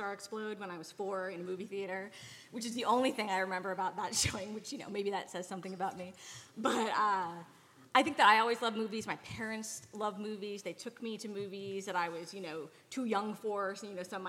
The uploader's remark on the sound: A full recording of the LIVE official panel from Star Wars Celebration London 2023.